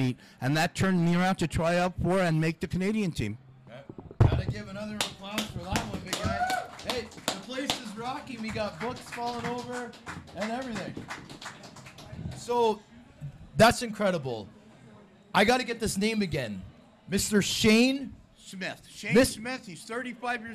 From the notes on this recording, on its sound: Live taping at Bottomline Sports Bar